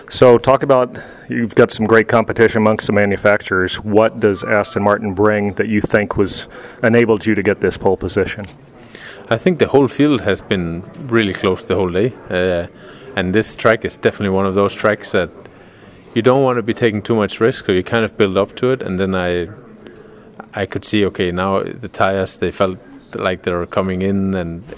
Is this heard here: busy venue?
yes